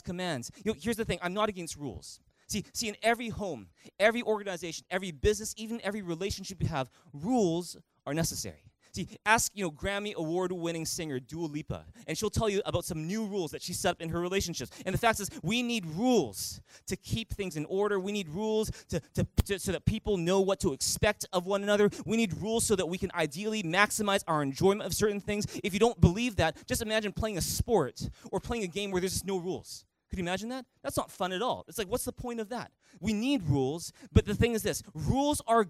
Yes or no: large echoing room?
yes